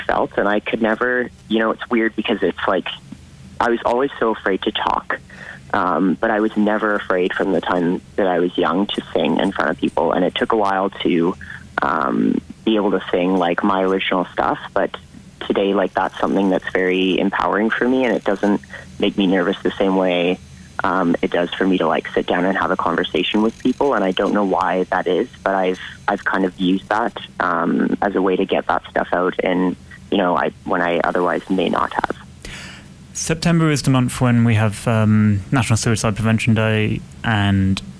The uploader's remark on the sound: on the phone